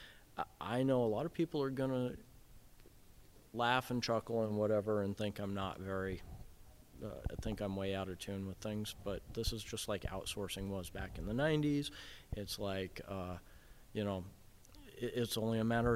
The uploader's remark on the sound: LIVE from day 2 of the ISSA International conference 2012 , in Anaheim, California. LIVE from day 2 of the ISSA International conference 2012 , in Anaheim, California.